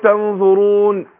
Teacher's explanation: بلاش الحركة الأخيرة. أسكن النون